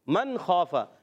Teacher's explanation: نون ساکن میں خوا حرف ہلکی سے آ رہا ہے تو یہاں غنہ نہیں کریں گے · Term: اظہار حلقی